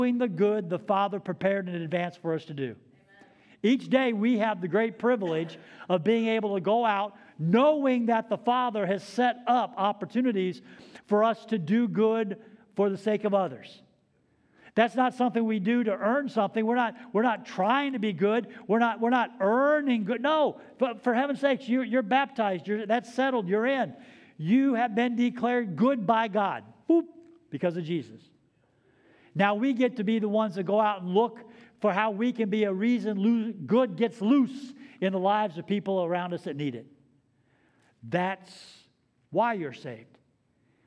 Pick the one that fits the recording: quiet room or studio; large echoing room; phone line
large echoing room